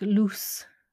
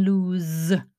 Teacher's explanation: loose with the unvoiced and lose with the voiced z. And so people who might say you usually would find that j sound, they might say usually, which actually my uncle from North Wales says.